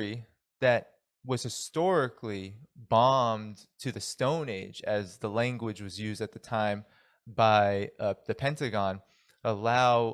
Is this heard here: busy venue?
no